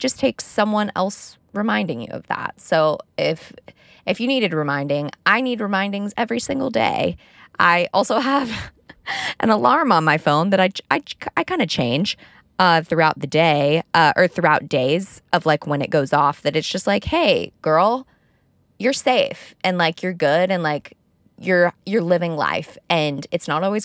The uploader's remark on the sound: Talk with me in my car